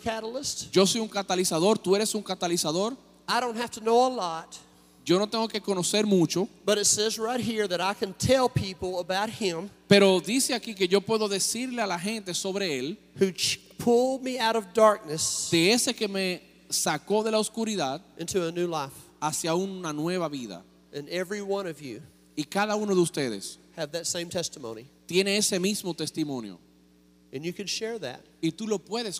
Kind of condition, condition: setting, large echoing room